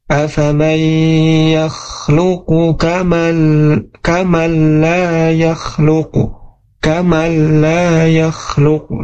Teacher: Kamal, nah di huruf nun menghadapi huruf lam itu tidak ditahan ya, tapi memang betul dimasukkan huruf nunnya ke huruf lam tetapi tidak ditahan. Jadi bacanya afamay yakhluqu kamal la yakhluqu kamal la yakhluqu gitu ya. · Term: ilgham bila gunnah